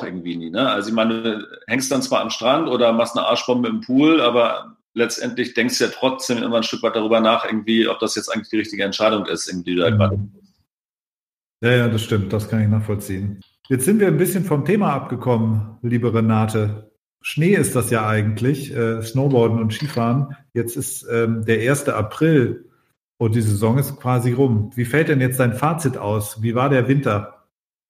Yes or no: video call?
yes